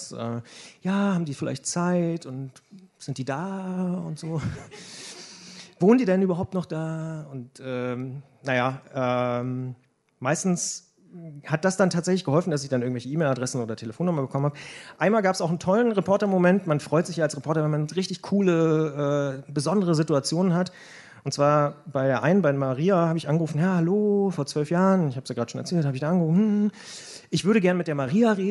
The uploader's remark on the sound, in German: Sechs Reporterinnen und Reporter treten zum Wettstreit an, wer am unterhaltsamsten von einer Recherche erzählen kann. Ein Mitschnitt des Realsatire Reporterslams zusammen mit piqd.de und detektor.fm.